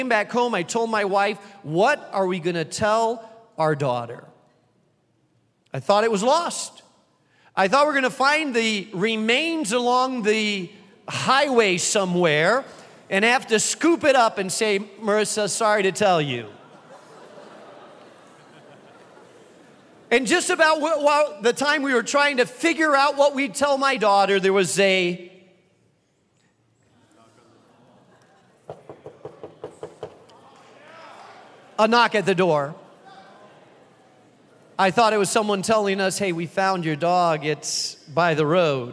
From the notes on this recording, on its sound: keynote address to those attending Founders Week 2023